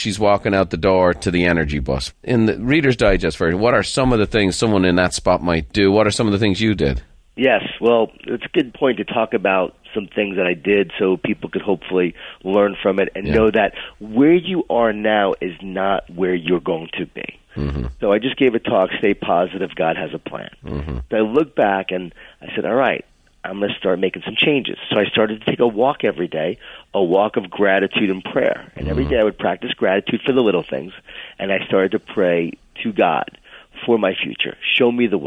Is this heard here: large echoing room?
no